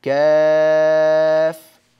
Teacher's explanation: كاف مفتوحة، ألف مدية هي بعدها فاء ساكنة